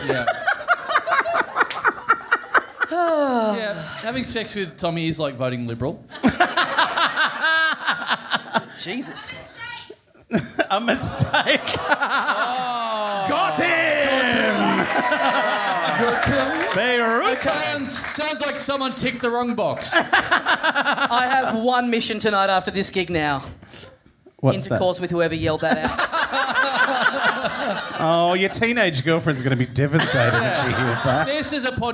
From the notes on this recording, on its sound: Recorded LIVE at The Chippendale Hotel in Sydney on July 10, 2016.